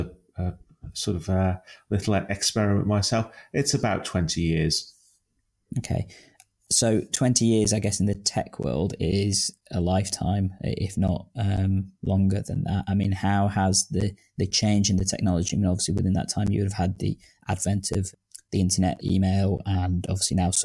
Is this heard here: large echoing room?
no